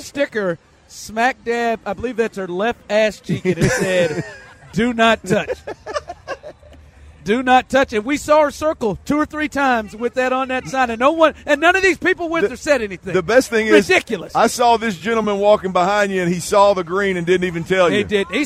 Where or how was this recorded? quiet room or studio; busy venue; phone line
busy venue